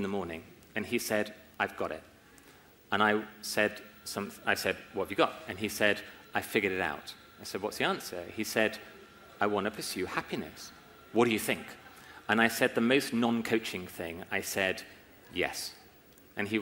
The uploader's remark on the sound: LIVE at Climb23 Investor Summit. In this special episode, I’m bringing you a live recording of The Unlock Moment. In May 2023 I presented The Unlock Moment on stage at the Climb23 Innovation conference in Leeds here in the UK.